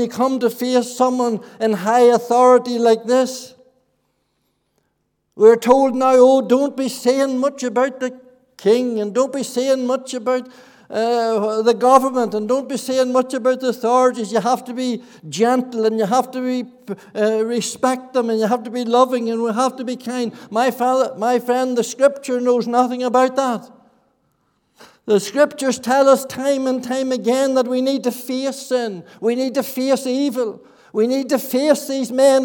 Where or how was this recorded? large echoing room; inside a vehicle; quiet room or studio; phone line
large echoing room